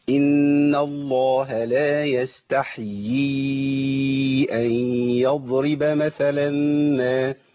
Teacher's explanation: فيه ياءين، ياء مكسورة وياء ساكنة المعكوفة على السطر، لابد من تمكين الياء الثانية وإلا تسقط · Term: مد تمكين